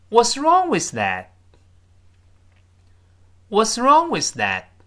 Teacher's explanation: 最后读快那个 that 还是失去爆破